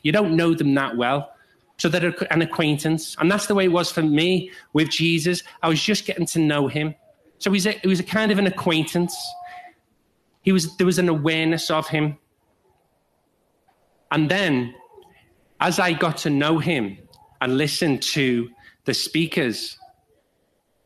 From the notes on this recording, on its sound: This talk was given at New Dawn 2023, a conference held annually at the National Catholic Shrine of Our Lady of Walsingham.